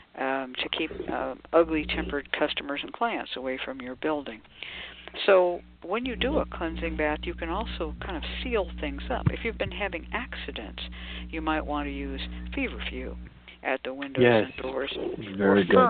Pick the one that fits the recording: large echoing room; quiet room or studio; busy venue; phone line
phone line